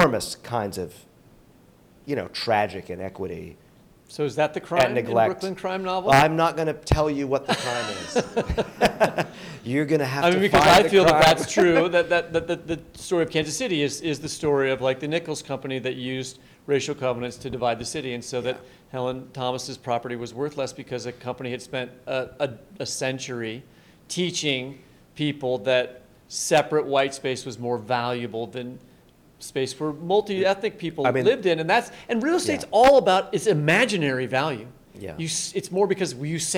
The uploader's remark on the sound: live at the Cider Gallery in Lawrence, Kansas